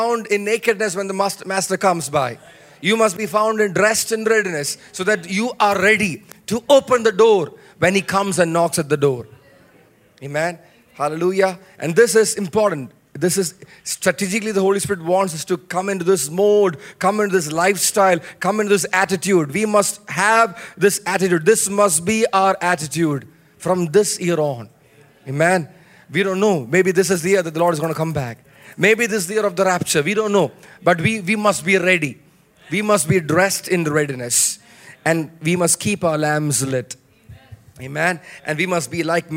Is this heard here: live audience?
yes